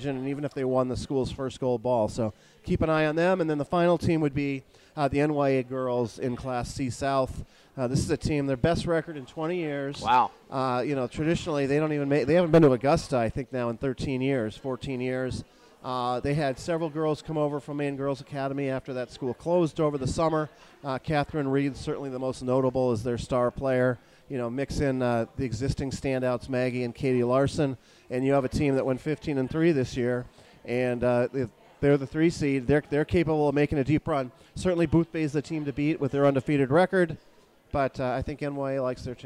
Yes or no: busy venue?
yes